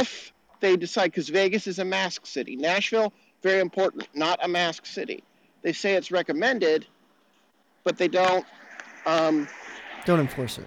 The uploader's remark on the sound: across the Cumberland River in downtown -- on foot